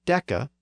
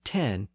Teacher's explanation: The Latin and Greek words retained the original D sound, where English had ten with the T sound. · Term: Grimm's law